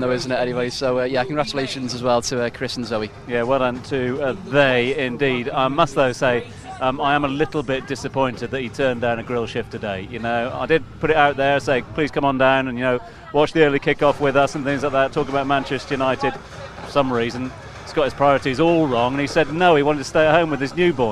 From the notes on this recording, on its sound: From our original home, Barasti. Back at Barasti, where the game is always.